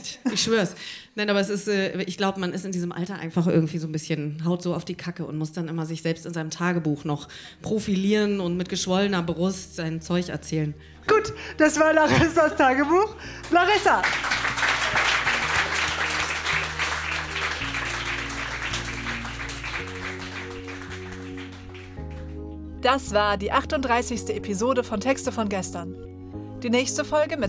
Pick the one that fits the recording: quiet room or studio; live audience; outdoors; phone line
live audience